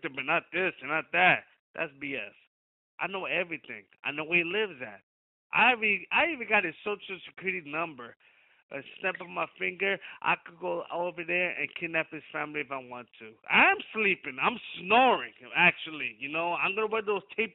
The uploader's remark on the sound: Media Teleconference Interview